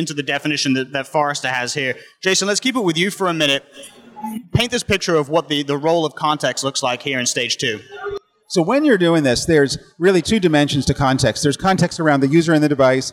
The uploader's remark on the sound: Recorded from the floor of RSA® Conference 2022